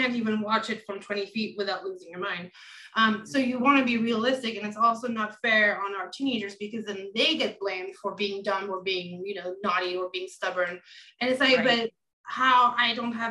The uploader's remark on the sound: Recorded Webinar